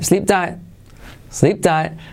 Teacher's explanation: Y la última T casi no se pronuncia